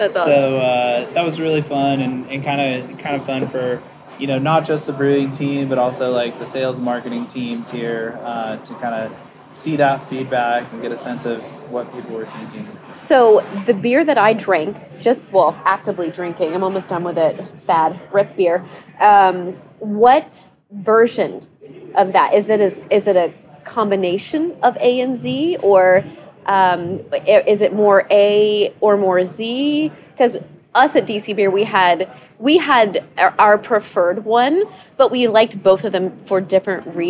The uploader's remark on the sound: Comes to us live from Silver Branch Brewing. Comes to us live from Silver Branch Brewing.